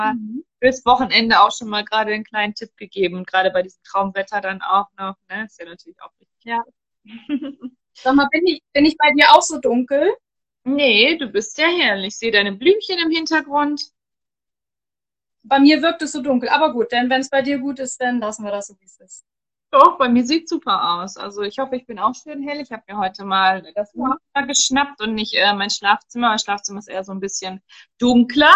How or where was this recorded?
video call